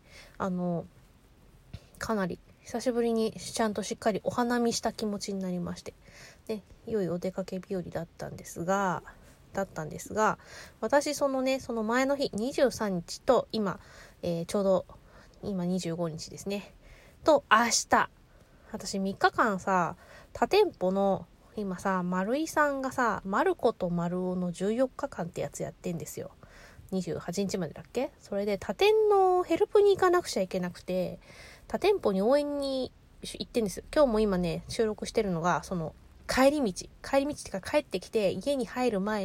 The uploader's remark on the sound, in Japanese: 仕事帰りの帰宅前…車の中から脳みそダダ漏れでお喋りしております